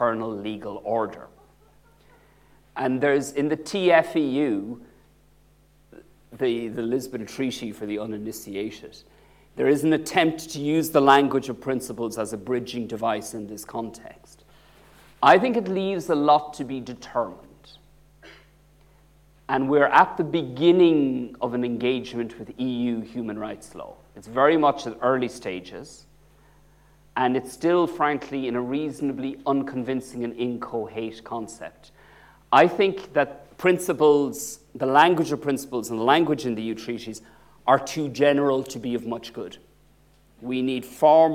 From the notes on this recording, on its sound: UCL Lunch Hour Lecture